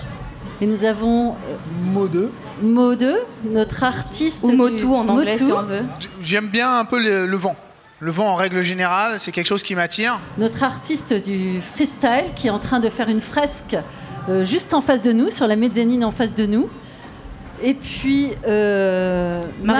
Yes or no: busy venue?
yes